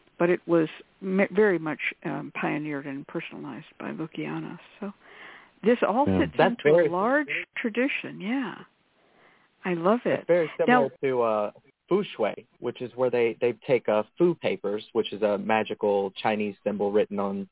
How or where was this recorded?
phone line